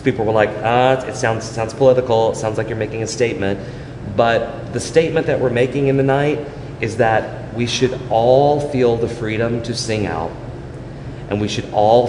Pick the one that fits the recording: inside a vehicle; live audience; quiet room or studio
live audience